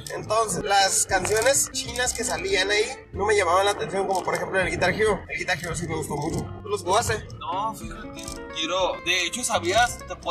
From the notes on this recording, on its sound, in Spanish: Sorry por el audio es que mi amigo está muy feo y por eso no lo pude editar tanto.